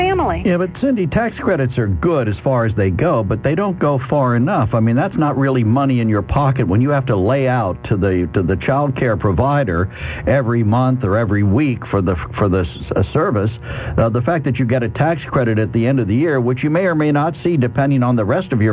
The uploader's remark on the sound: During open phones